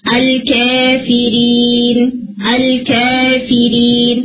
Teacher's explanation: ہے جسے ہم کہتے ہیں تقلیل، سلائٹلی ٹرنڈ ساؤنڈ، جس میں تقلیل کے اندر 75% الف ہوتا ہے اور 25% یا ہوتی ہے، یعنی بالکل ہلکا سا آپ اسے ٹہرا کرتے ہیں یا کی طرف لے کے جاتے ہیں